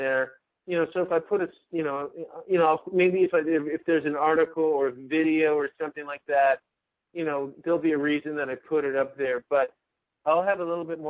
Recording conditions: phone line